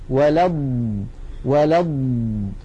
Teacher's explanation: فالصوت يجري واللسان يتقدم قليلا إلى الأمام. هذه صفة الاستطالة التي نستطيع أن نراها من خلال اللوحة التعليمية التالية التي تبين لنا تعريف الاستطالة ومنظر الحنك عند النطق بها.